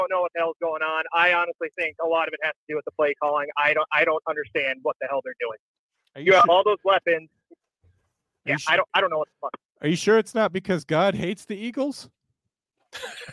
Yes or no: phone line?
yes